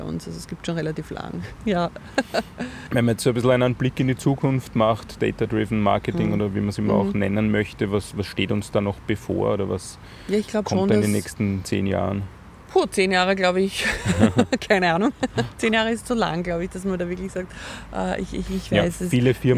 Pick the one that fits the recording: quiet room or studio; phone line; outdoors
outdoors